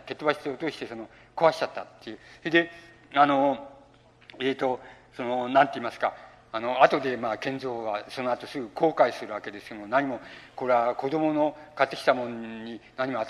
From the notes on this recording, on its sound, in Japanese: 音質：５。主催：日本近代文学館 後援・読売新聞社 場所：有楽町・よみうりホール。近代文学館・夏の文学教室 として行われた講演。音源は主催者提供。ライン録音。